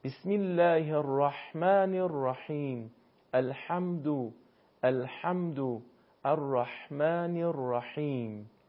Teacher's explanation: حرف ها برخلاف زبان فارسی که بدون گرفتگی در حلق تلفظ میشه، با گرفتگی در حلق هنگام خروج هوا از حلق تولید میشه